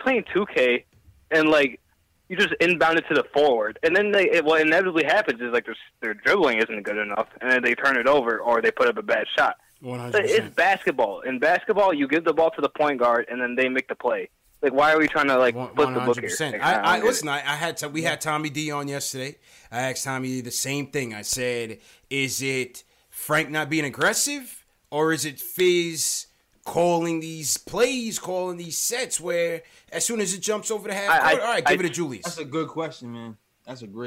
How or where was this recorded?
phone line